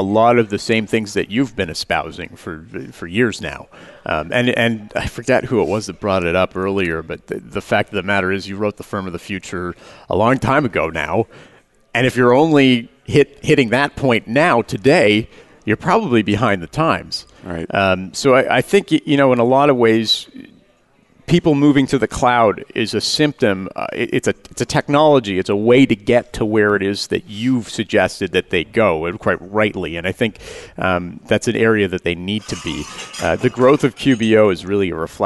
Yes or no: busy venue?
yes